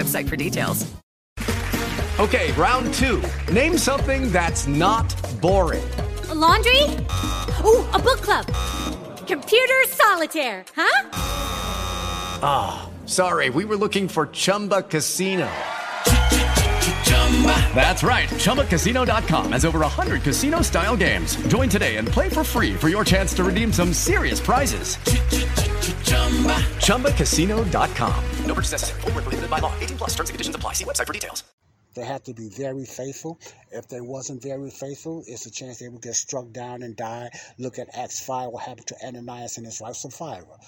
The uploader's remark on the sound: this is my outside talk